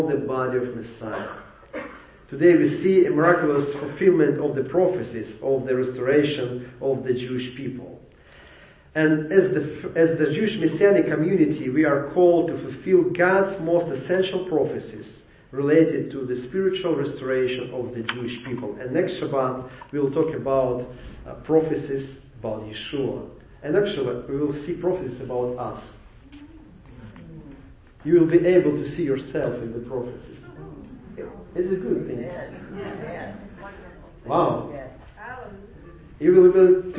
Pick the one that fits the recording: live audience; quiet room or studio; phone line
live audience